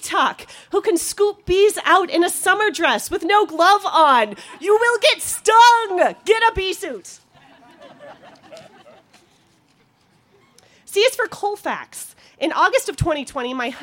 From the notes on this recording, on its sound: She told this story in front of a live audience, in the parking lot of Buntport Theater.